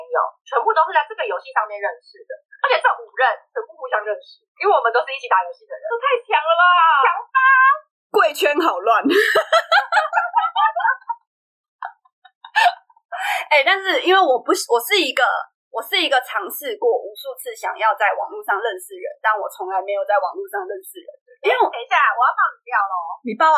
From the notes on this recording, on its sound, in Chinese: 本集第一次遠端錄音音質集差